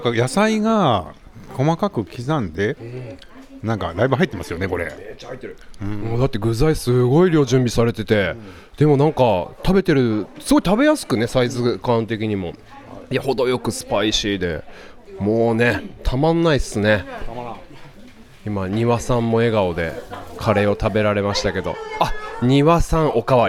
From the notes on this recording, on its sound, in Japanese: 鈴鹿山脈を進むトップ選手の実走インタビュー。A1安楽峠の様子。